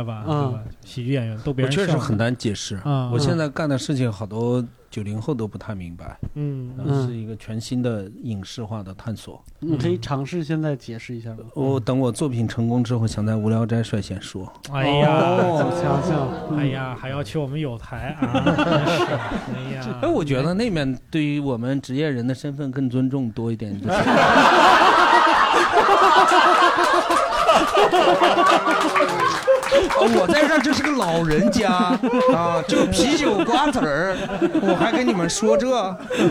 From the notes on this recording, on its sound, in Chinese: 主播和现场观众们。参与现场录制。